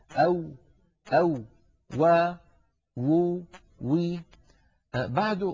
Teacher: الواو كما نعلم يا إخوة حرف يخرج من الشفتين ويصاحب ذلك تذبذب للوترين الصوتيين في الحنجرة · Term: حرف الواو